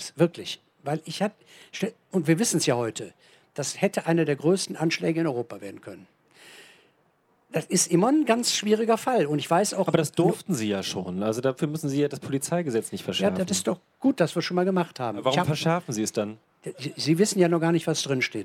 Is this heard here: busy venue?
yes